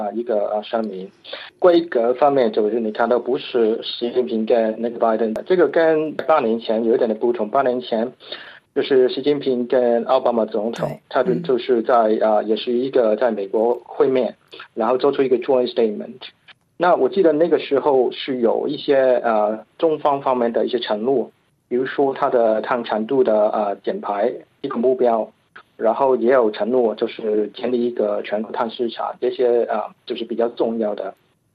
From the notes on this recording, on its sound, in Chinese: 法广电话连线了新西兰惠灵顿维多利亚大学中国气候政策研究专家。